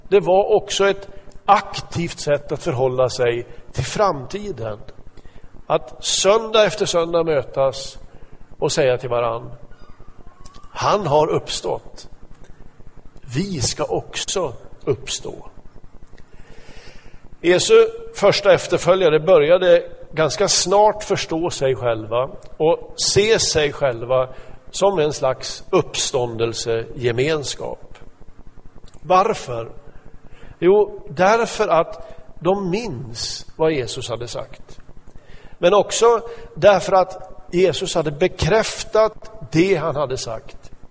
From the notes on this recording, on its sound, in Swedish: Inspelad i Smyrnakyrkan, Göteborg 2014-11-02.